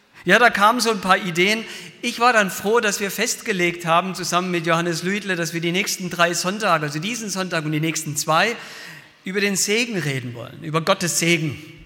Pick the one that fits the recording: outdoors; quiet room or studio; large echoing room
large echoing room